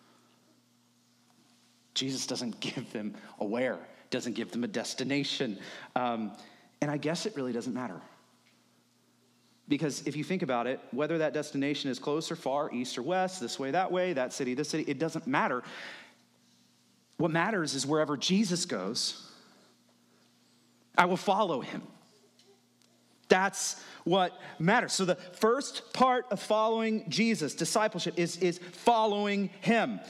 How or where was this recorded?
large echoing room